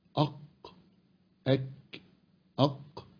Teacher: الاثنين ساكنين في اقصى اللسان